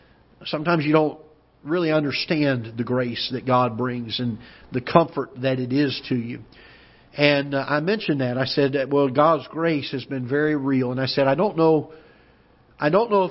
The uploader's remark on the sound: Ketha Heights Baptist Church ~ Live Broadcast